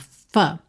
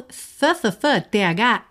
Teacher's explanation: Mas não é F exatamente porque o F é feito, ó, com lábio inferior nos dentes de cima. F. Já o th, th, th, th, é a língua que vai lá para os dentes de cima